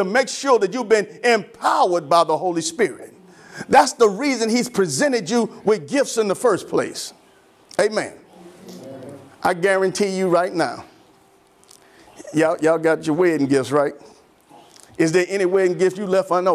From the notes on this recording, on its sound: Sermon preached from Wesley AME Zion Church.